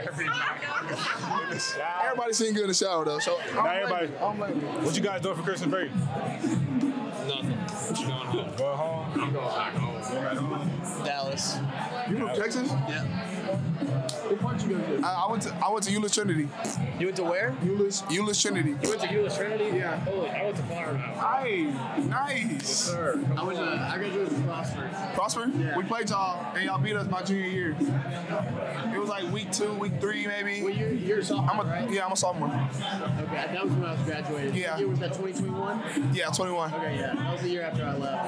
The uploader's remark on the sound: Recorded at Eskimo Joe's on Wednesday, December 13, 2023.